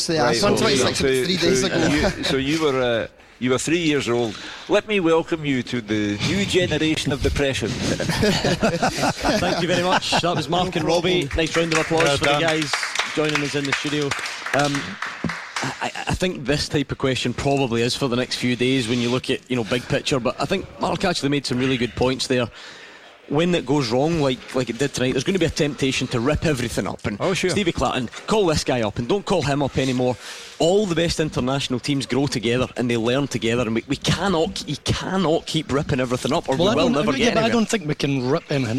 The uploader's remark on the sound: live from Scotland HQ at Drygate Brewery